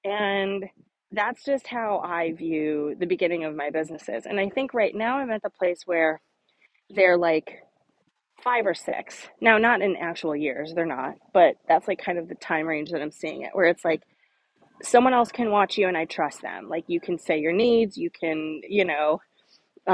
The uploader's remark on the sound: Walk & Talk